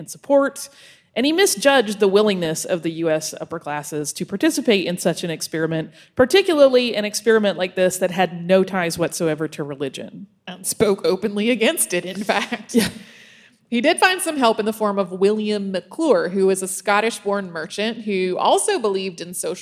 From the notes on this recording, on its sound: We did a live show for the Indiana Historical Society